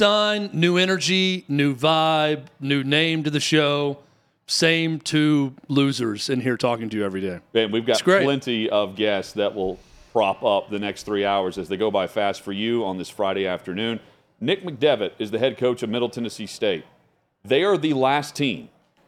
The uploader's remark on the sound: Live from the Final Four in Houston.